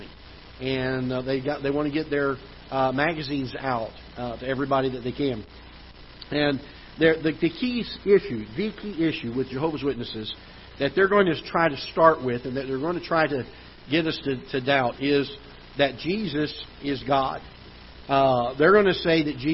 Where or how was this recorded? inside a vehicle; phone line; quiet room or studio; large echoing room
large echoing room